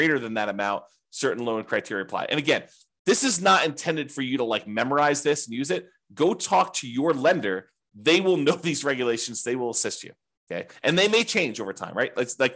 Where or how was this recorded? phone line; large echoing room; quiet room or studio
quiet room or studio